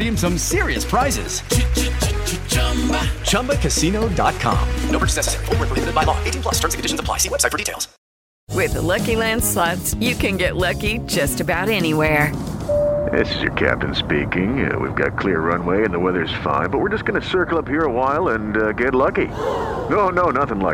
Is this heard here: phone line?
yes